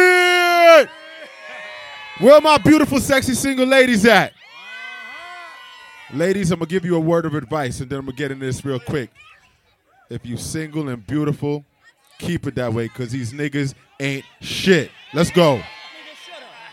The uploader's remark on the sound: All White Yacht Party Live